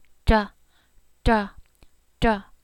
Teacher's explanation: It's a da, da. You have to curl that tip of the tongue back against that palate ridge and flick out almost.